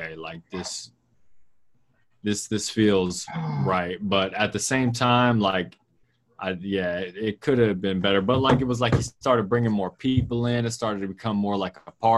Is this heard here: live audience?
no